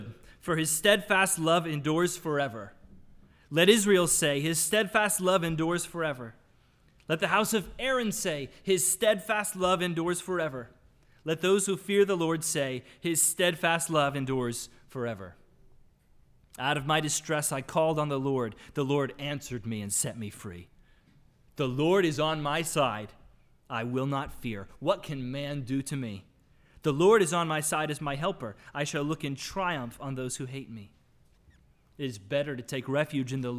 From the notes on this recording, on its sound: Sermon audio from the LBC worship service on Sunday, April 10, 2022.